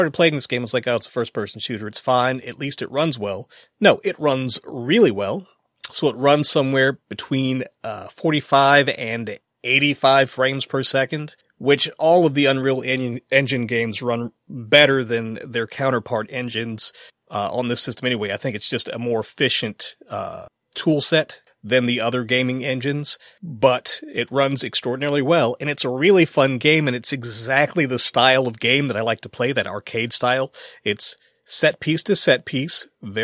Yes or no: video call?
no